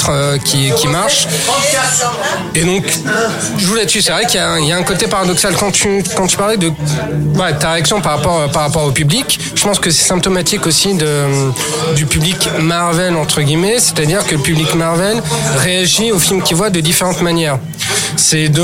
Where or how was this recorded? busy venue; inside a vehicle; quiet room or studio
busy venue